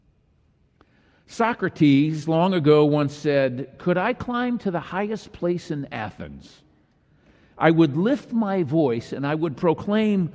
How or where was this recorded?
large echoing room